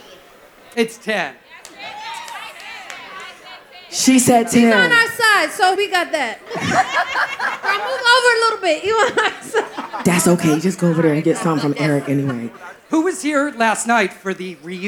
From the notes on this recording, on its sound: Live from the Roots Picnic. Live on the Roots Picnic podcast stage.